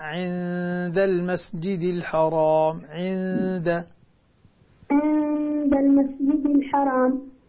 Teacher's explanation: لاحظ النون مع الدال في إخفاء